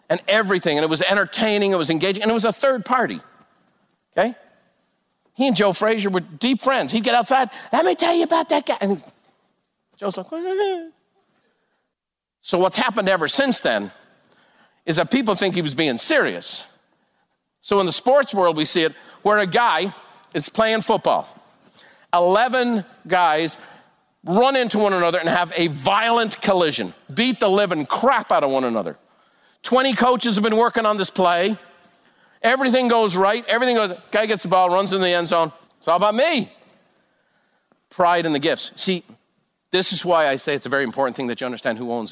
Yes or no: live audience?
yes